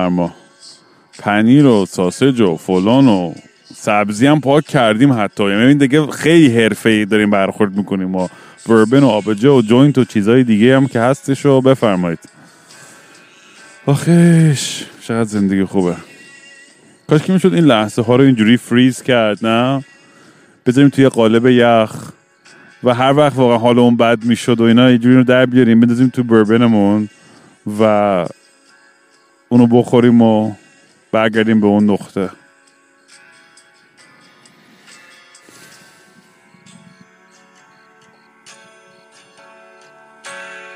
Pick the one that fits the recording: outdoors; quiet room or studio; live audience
outdoors